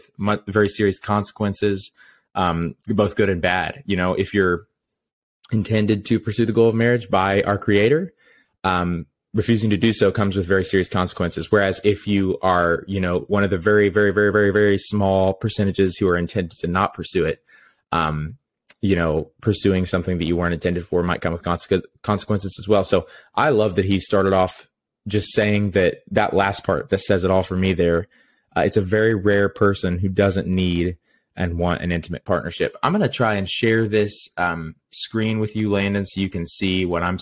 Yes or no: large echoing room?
no